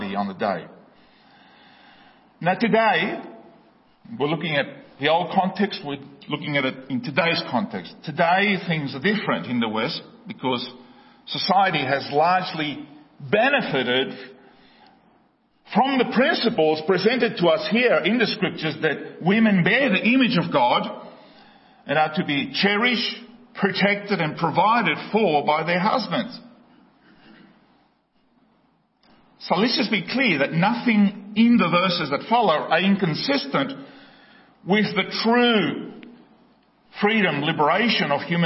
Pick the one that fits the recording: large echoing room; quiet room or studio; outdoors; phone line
large echoing room